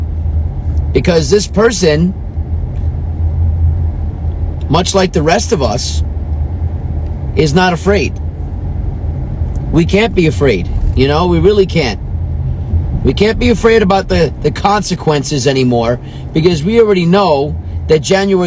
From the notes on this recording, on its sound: Patriotic Thoughts From The Car Part 3.